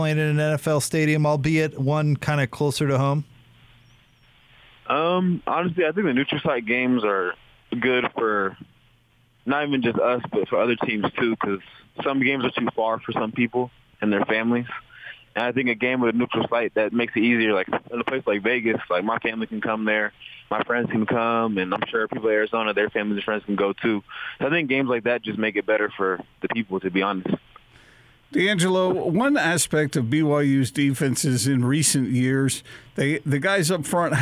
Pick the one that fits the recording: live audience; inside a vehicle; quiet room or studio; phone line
phone line